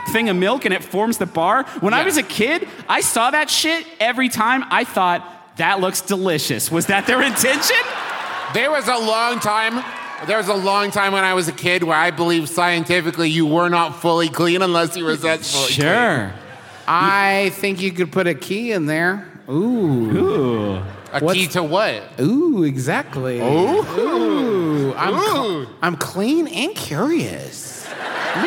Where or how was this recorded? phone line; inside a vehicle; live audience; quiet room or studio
live audience